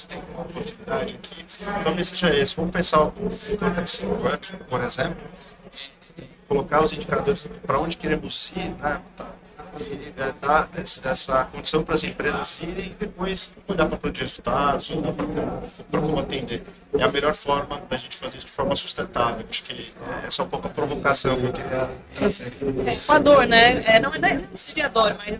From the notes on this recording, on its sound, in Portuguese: Série Especial de podcasts gravados ao vivo durante o evento SENDI 2023 em Vitória - ES.